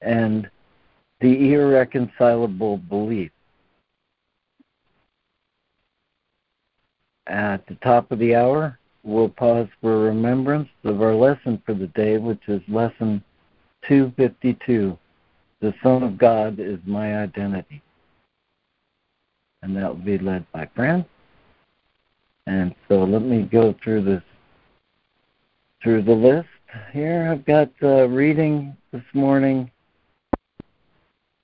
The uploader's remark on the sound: ACIM Daily Conference Call.